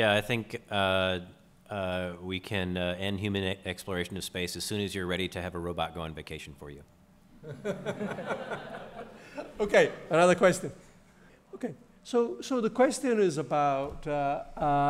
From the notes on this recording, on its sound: a recording of the Space Entrepreneurship Panel that took place at the Keck Institute for Space Studies on October 27, 2015